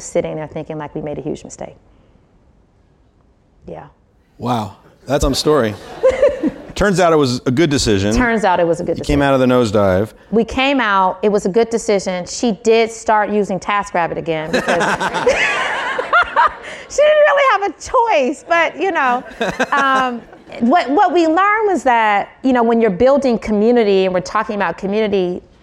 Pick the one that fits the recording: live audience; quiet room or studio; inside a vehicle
live audience